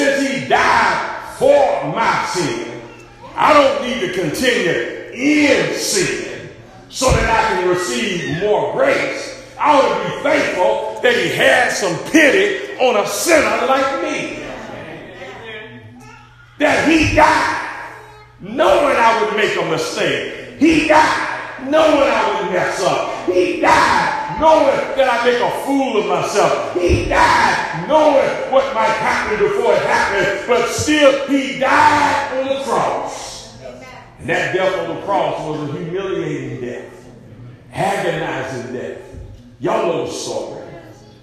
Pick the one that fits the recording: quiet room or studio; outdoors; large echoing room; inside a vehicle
large echoing room